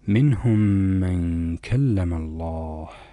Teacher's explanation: الغنة في إدغام المتماثلين الميمين، الغنة تكون كاملة لأن صفة الميم أيضا الغنة، وهنا أصبحت الميم ميمين يعني ميم واحدة مشددة، فتكون الغنة كاملة.